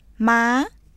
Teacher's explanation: やや高い声で始まり、急に上がる · Term: 第三声